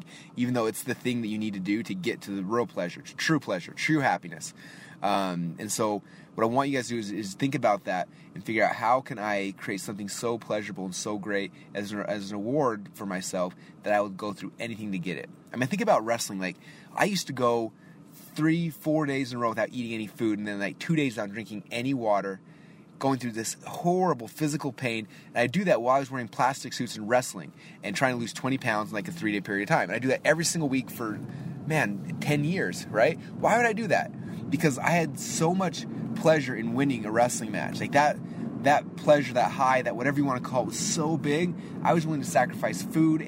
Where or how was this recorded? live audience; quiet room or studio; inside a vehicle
inside a vehicle